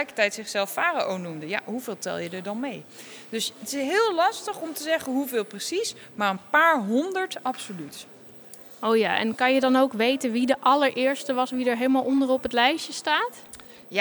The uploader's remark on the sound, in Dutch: Zijn we live aanwezig in het Rijksmuseum van Oudheden in Leiden, ter ere van het Weekend van de Wetenschap. Midden in de museumzaal. Samen met een heleboel nieuwsgierige kinderen.